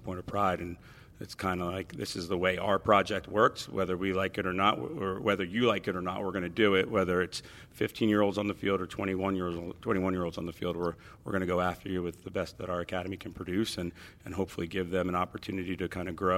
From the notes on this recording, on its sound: We are coming to you live from Subaru Park today!